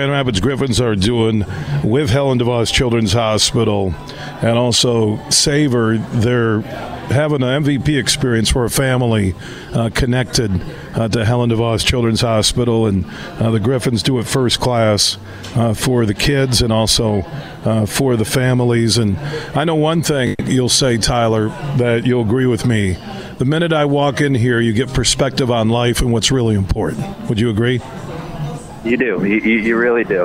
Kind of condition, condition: setting, busy venue